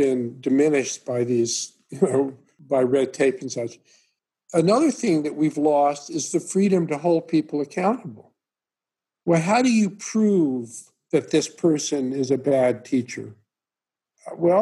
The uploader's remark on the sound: Zoom conversation.